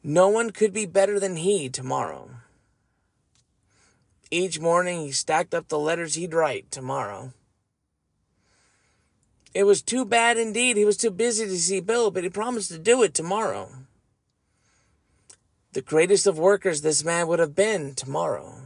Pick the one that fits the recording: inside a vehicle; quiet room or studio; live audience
inside a vehicle